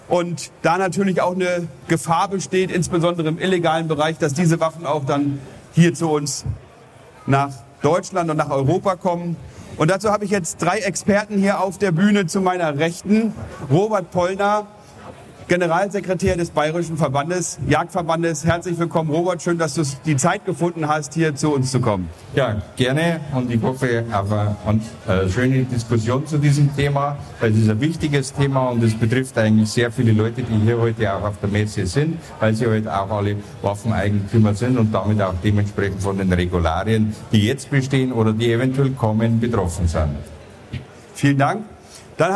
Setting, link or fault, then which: setting, busy venue